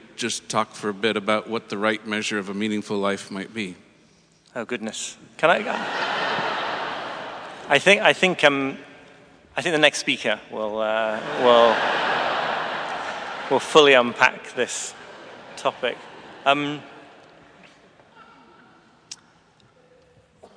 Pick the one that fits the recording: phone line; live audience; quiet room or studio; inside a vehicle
live audience